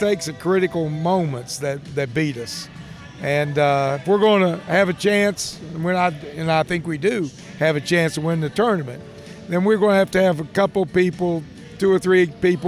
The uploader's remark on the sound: Live from The Union Pub and Grill in Huntington, WV.